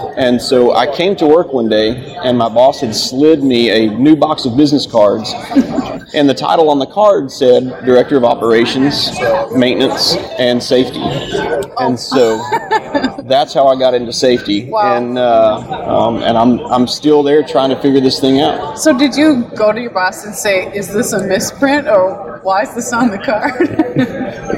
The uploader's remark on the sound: Joins us live on the floor of the NSC.